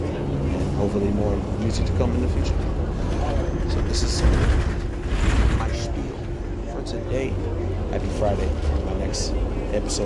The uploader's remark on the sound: Sorry for the loud noises on the train and bus